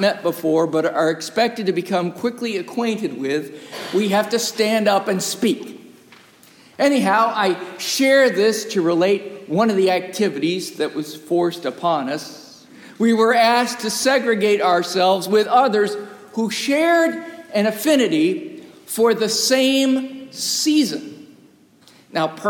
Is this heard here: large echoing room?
yes